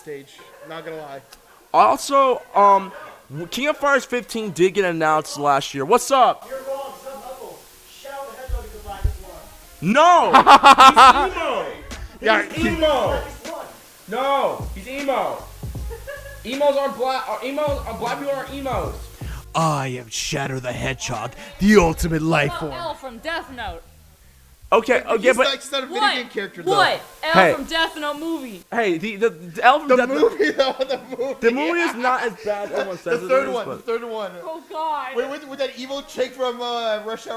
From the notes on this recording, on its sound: The first live audience podcast of the year.